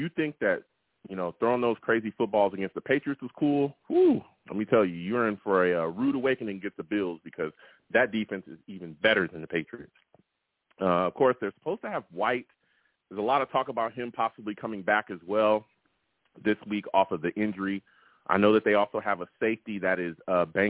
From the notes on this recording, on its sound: I also take live callers!